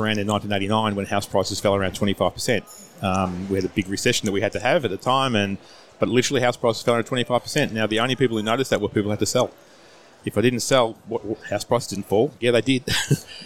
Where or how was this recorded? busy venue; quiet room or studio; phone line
busy venue